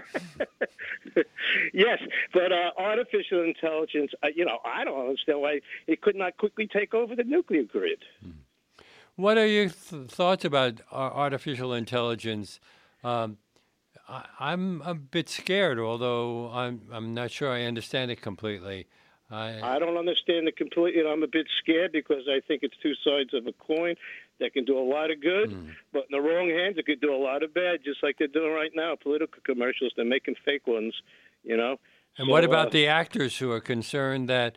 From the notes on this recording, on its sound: Call-in into the station.